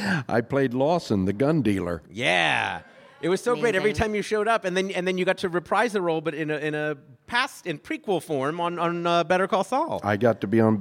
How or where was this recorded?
busy venue